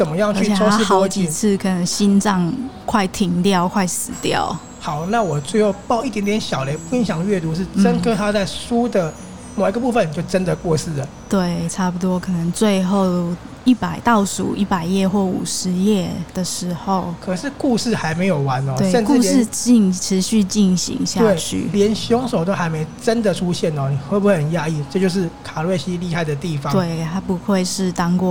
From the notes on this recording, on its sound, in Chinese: 此內容是在INSTAGRAM 進行直播的聲音檔，因為是在一間喜歡的咖啡廳進行直播，所以音質沒有前面節目來的好，也有許多環境中的自然噪音，也沒有經過剪輯就直接上載。